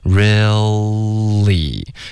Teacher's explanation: 大家注意 real 结尾呢不要嘟嘴，OK，要舌尖顶上颚